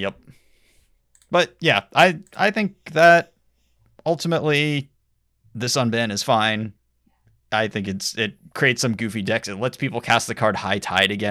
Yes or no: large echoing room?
no